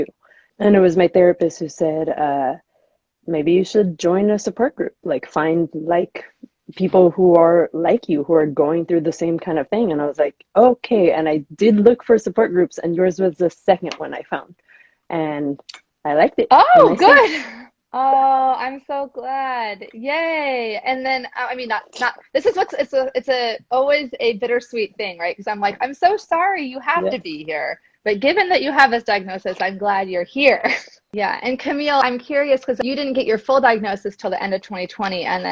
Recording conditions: video call